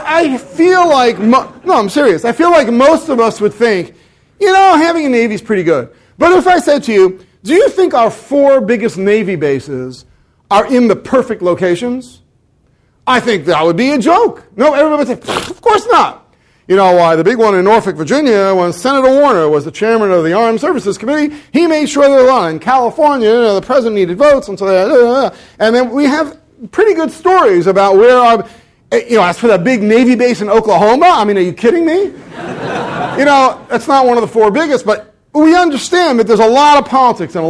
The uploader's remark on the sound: This talk was recorded on October 21, 2014, as part of the Chicago's Best Ideas lecture series.